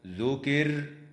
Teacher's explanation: وتفخم الراء وصلا وترقق وقفا في كلمة ذكر